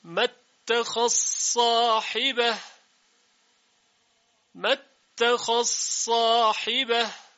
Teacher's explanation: زال در صاد ادغام میشه